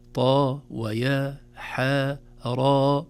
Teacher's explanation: عند نطقها في أوائل السور تحذف الهمزة يصبح حرف ثنائي مد فقط · Term: مدا طبيعيا